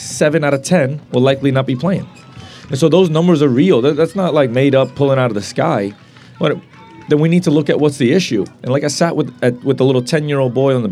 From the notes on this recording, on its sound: Live at the Eastern Shore Premier Cup